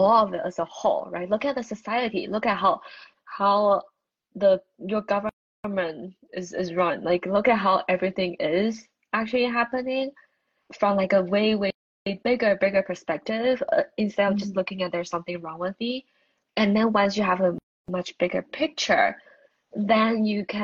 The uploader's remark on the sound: During an IG Live